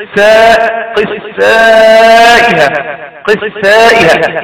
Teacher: له صفة الرخاوة وبقى له صفة الهم اللي هو جريان النفس، قيس الثاء يبقى جرى في الصوت وجرى في النفس